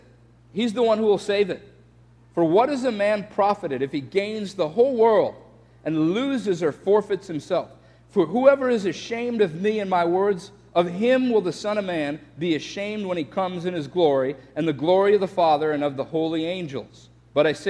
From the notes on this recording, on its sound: This message was shared in context to a Sunday service at Bethany Church in Bloomington, MN.